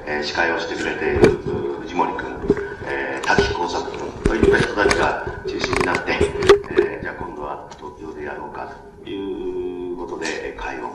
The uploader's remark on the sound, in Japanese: 場所：千代田区一ツ橋・一橋講堂。82現代短歌シンポジウムin東京 として２日間にわたり開催された シンポジウム幕開けの講演。録音者の手元ノイズが入っている。